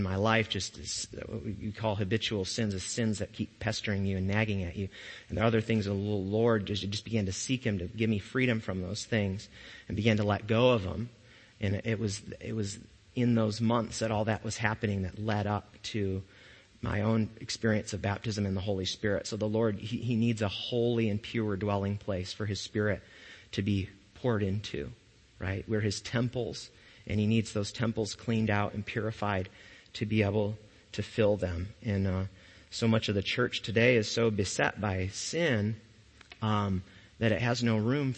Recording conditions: large echoing room